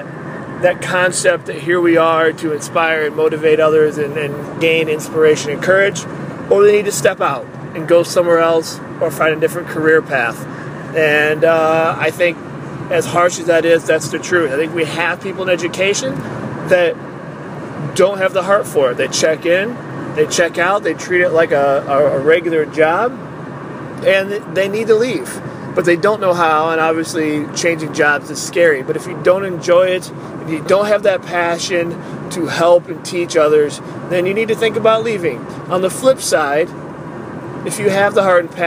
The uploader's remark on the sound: I am adding a new bit called Mini Thoughts where I will share an unedited, uncut idea from my iPhone. Often times when I drive I record my ideas to develop later on.